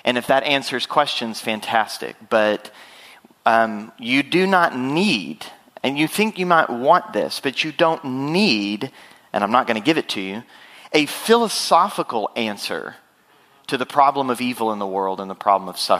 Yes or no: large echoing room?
yes